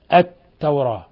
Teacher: اللام شمسية، التوراة لأن اللام أدغمت في التاء. ولفظ التوراة في إمالة للمميلين وفي تقليل للمقللين، وبعضهم يقلل ويفتح، وفيه الفتح يعني عاصم من وافقه أكثر القراء، سائر القراء.